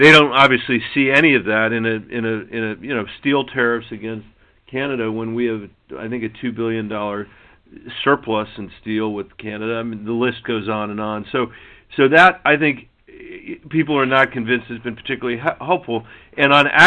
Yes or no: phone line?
yes